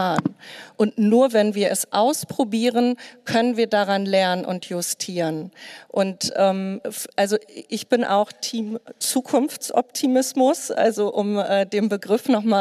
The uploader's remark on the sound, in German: Panel-Diskussion beim KLIMA.FORUM.